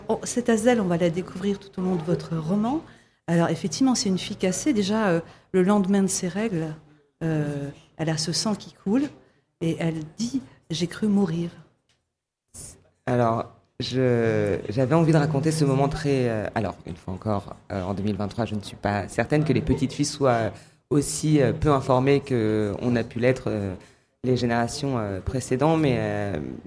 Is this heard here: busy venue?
yes